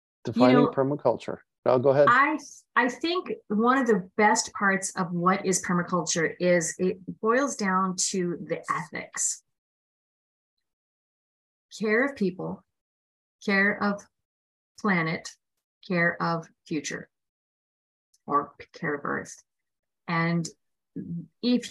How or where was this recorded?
video call